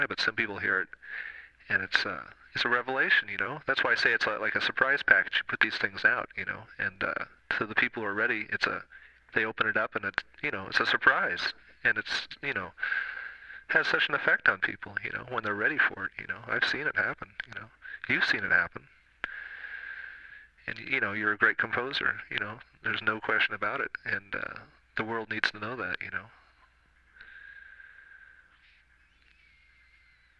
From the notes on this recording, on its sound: Phone call